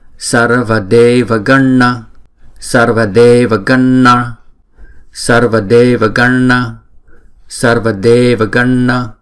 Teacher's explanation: Chữ d là hai nhịp. Chữ na này nè, là uốn cong lưỡi là búng ra.